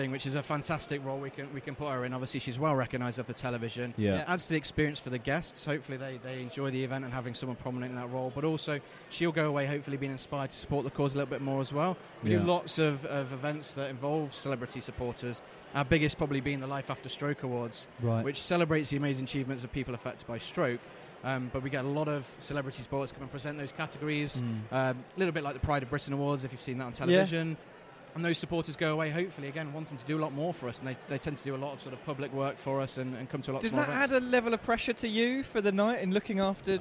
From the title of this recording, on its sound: Live from event night with the Stroke Association